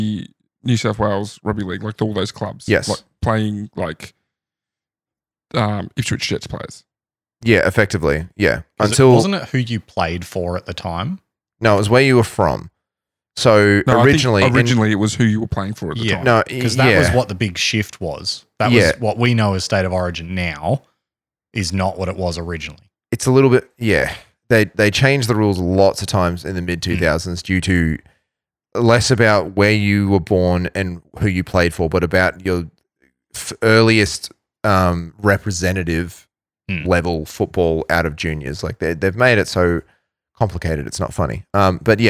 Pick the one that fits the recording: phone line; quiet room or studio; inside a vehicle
quiet room or studio